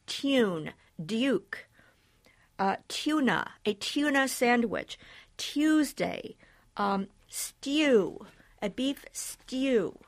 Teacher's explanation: many broadcasters over the last 30 years or so have begun to insert an audible Y sound, the palatal glide